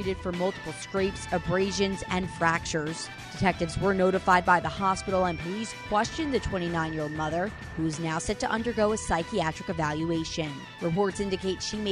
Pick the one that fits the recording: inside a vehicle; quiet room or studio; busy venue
busy venue